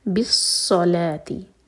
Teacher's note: یہ صاد منہ بھر کا پڑھا جائے گا اور شدہ ہے تو اسٹرانگ کریں گے. بالصلاتی، لام پر فتحہ اور واو کے اوپر جو الف ہے اس کا مطلب ہے کہ واو نہیں پڑھا جائے گا، الف پڑھا جائے گا، تو فتحہ اور الف دو حرکہ لمبا.